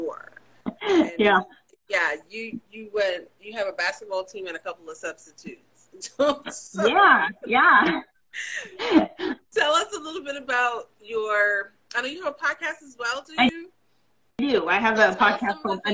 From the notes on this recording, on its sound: on Sit and Spill on Instagram Live